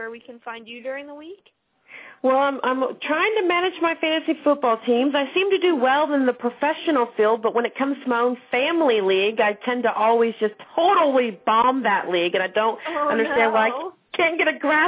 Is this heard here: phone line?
yes